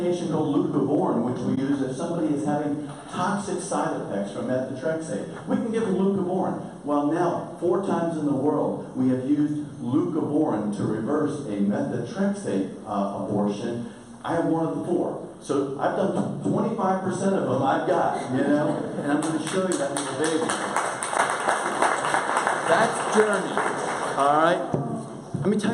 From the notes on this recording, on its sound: Recorded during the 2018 Brazos Pregnancy Center Gala